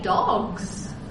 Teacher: But if you say dogs, that S is voiced.